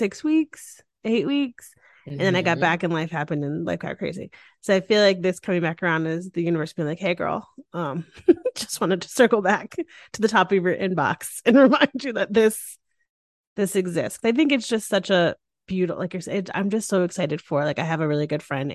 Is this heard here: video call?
yes